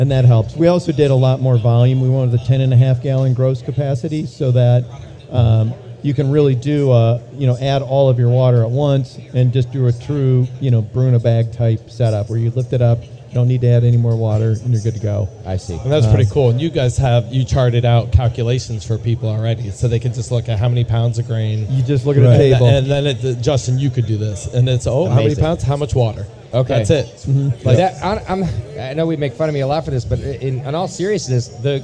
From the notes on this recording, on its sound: Brew Strong hits the road to HomebrewCon 2019 in Providence, Rhode Island! Invade the biggest homebrew event on the planet and broadcast live from the Homebrew Expo.